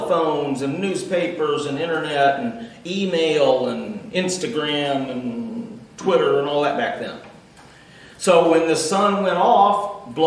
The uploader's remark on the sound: Recorded Live.